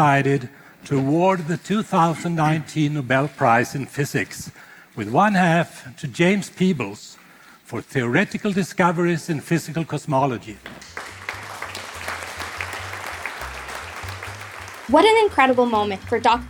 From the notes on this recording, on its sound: Live in conversation with Nobel Prize-winning astrophysicist. Take questions from our live audience.